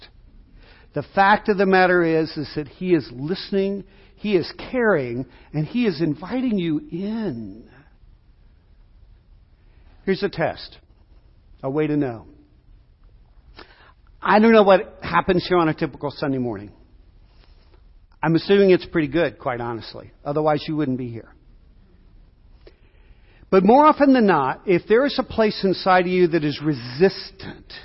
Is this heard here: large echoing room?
yes